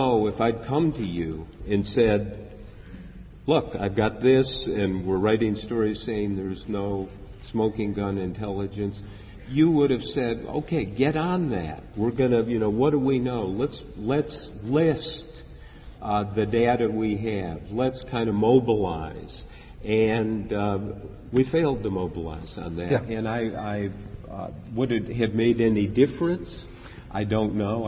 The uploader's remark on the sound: During a session at the 2009 IRE Conference in Baltimore